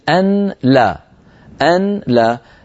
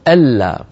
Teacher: النون الساكنة تدغم في اللام فيصير النطق ألا · Term: الإدغام